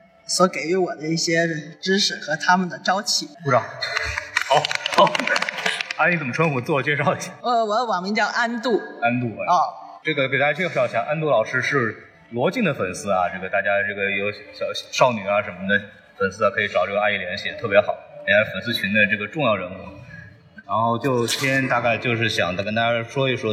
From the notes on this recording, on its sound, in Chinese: 本节目为影展现场录制，音质草率请注意收听。在平遥电影宫的现场给大家录了一期简单的节目。